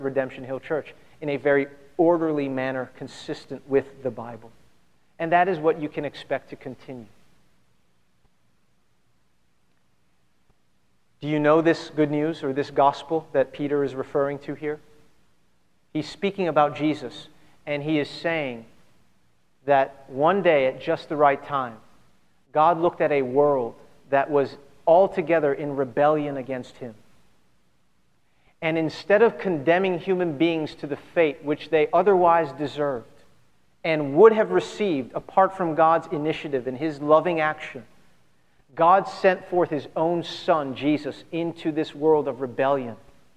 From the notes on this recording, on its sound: at Redemption Hill Church on Sunday, July 4th, 2010.